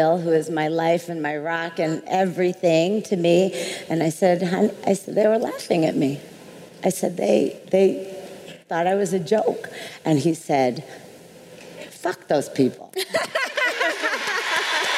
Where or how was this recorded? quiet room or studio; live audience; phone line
live audience